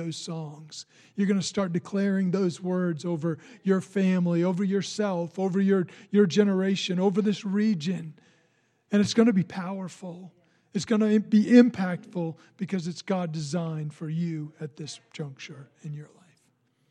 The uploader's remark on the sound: recorded on Sunday, March 1, 2020, during service at The Anchor Church in Rockport, Maine